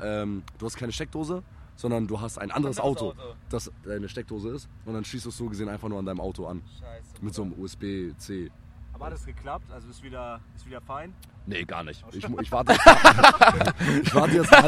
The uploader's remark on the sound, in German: Erstes Mal SPLASH! Leicht angeheitert wird live vor Ort recorded und ein bisschen Schabernack getrieben.